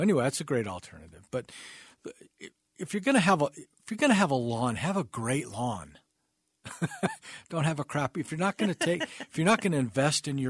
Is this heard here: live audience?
no